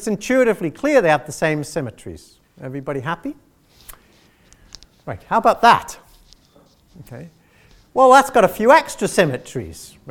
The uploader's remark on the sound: gave this Inaugural Chairman's Public Lecture